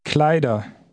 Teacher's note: Notice the pronunciation of the ER ending. The R is just suggested, not pronounced very clearly.